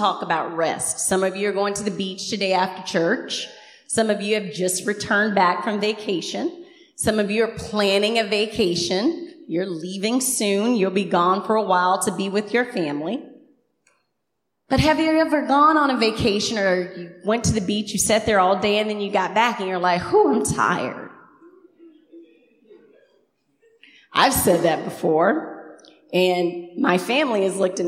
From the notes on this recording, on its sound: Recorded on 2016-07-24 at the 11:30am Service.